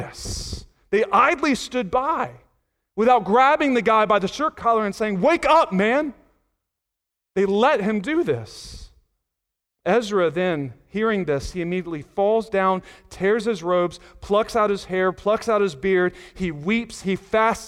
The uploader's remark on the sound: Sunday Morning Sermon Audio